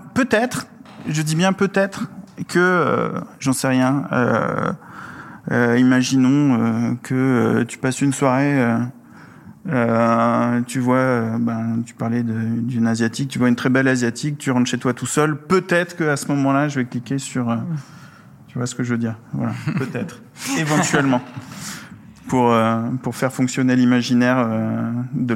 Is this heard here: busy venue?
yes